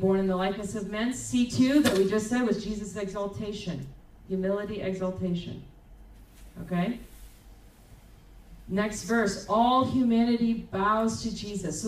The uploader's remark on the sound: At Crossing Life Church in Carmel, ME.